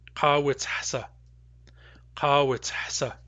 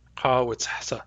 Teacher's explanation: So after tihsa, the vowels are long, long, but in kawitzhasa, the vowels are long, short, short.